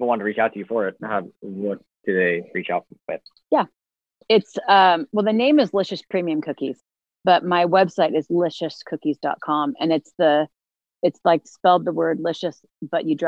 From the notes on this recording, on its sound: Disclaimer: interview was conducted via zoom and audio quality is not our normal quality.